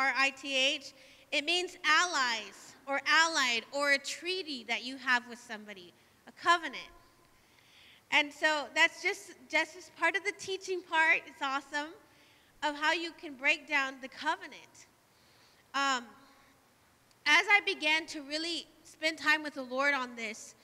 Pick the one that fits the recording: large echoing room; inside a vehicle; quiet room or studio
large echoing room